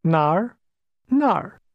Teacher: Did you remember the falling, rising tone in the word where?